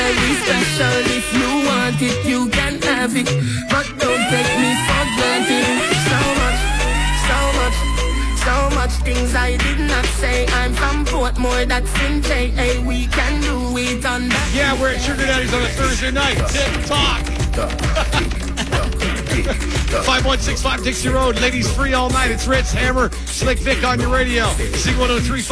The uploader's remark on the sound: Every Thursday inside Sugar Daddys nightclub live to air on Z 103.5 fm from 10pm to 1am.